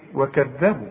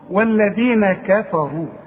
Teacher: الراء مفخمة لانها مضمومة · Shown in: second take